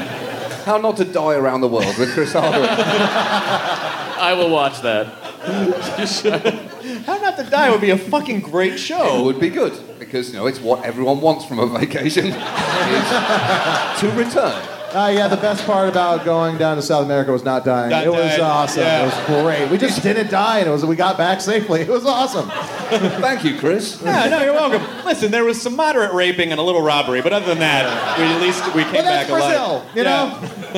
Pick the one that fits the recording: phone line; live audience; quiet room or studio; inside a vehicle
live audience